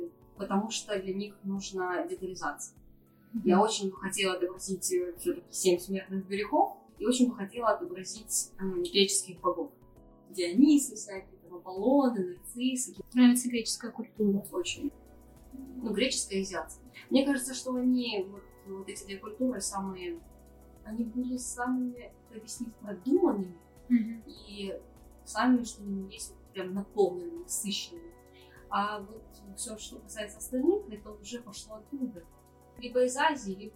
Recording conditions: poor sound quality